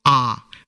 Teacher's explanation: আর একমাত্র আ রয়েছে, তোমরা উচ্চারণ করে দেখো জিহ্বার অবস্থান কোথায় আছে, একেবারে মাঝখানে। এই সময় জিহ্বা এগোয় না, পিছয় না, তাই এই স্বরধ্বনিটিকে কেন্দ্রীয় স্বরধ্বনি বলা হয়